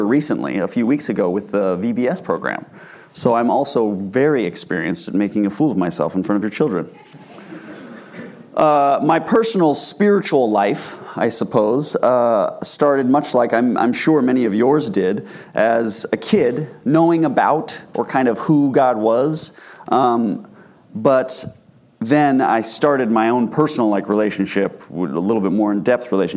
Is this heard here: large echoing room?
yes